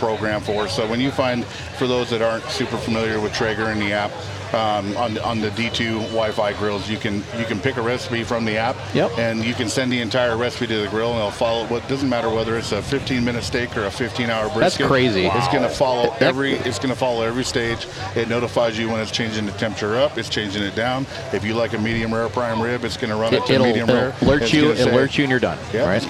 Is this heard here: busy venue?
yes